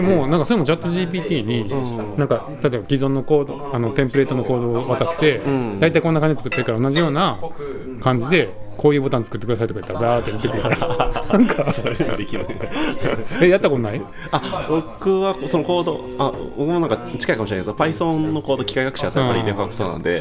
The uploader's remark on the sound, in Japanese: BAR KRYPTOで